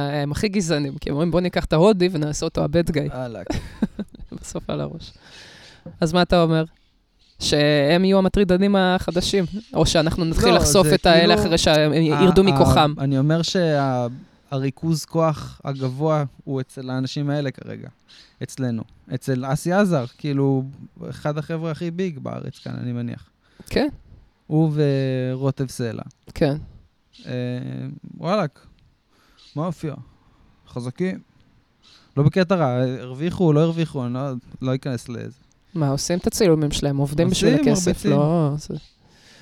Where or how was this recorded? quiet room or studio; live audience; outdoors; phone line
outdoors